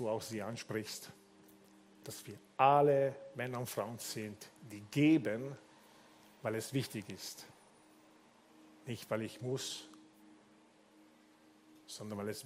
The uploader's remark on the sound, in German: Gottesdienst live aus der LIFE Church Wien.